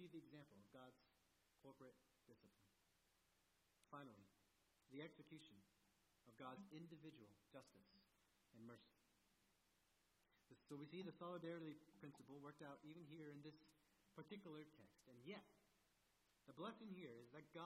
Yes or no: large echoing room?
yes